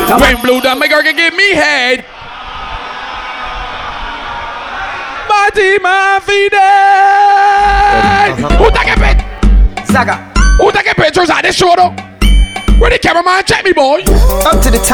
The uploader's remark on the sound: BLU POP UP PARTY LIVE AUDIO